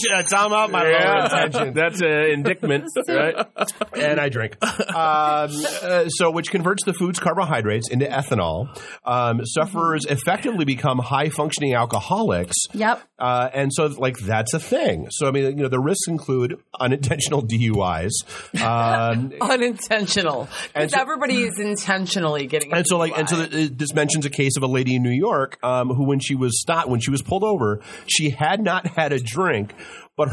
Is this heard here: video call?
no